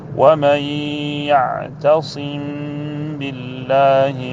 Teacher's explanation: وهذا الإخفاء يسمى شفويا لأن حرفيه يخرجان من بين الشفتين، فالميم تخرج من بين الشفتين والباء كذلك، فسمي بهذا الاسم.